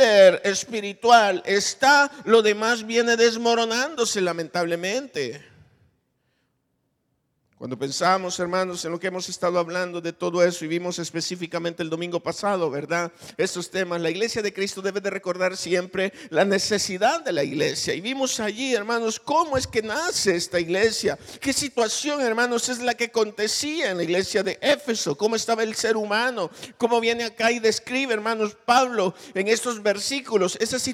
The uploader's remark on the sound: Recorded live. Grabado en Iglesia Genezareth.